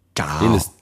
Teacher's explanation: Das C ist so ein bisschen ciao. Fast so ein bisschen ein T drinnen noch.